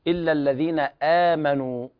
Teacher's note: هنا الهمزة ترقق وليست آمنوا تفخم، الهمزة دأبها الترقيق